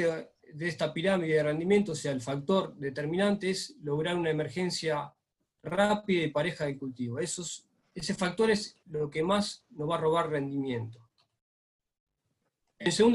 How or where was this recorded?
video call